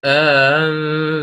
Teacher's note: بالتسهيل مع الإدخال، تسهيل وحده ما تكفي